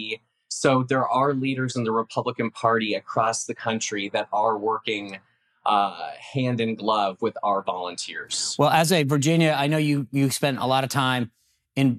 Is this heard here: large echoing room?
no